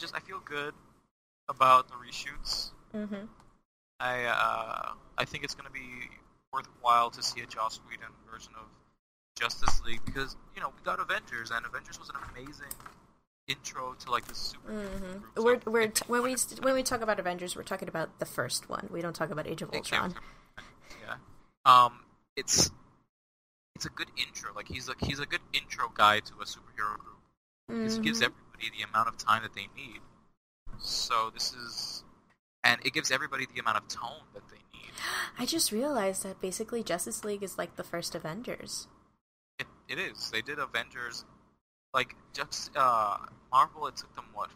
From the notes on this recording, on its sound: WARNING: VERY BAD AUDIO QUALITY! WE RECORDED OVER SKYPE AND IT IS VERY NOT GOOD. THE CONTENT IS A1 BUT THE SOUND IS AMATEUR. We recorded this episode in cyberspace (Skype).